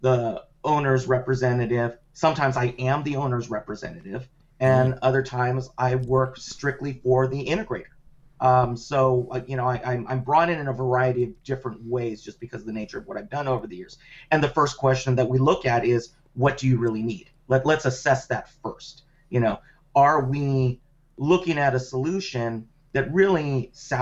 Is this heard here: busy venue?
no